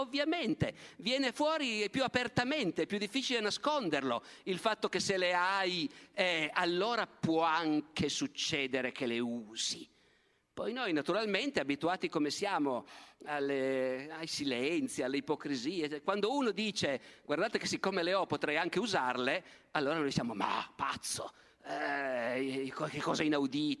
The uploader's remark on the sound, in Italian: Palmanova, 2022. Evento tenutosi in occasione del "Dialoghi - Festival itinerante della conoscenza".